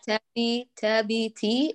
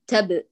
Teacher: ساكن، لا نقول تبي ولا تب، ما نأتي بالشائبة حركة · Shown in: second take · ما نأتي بشيء من أصوات الحركات، تبتي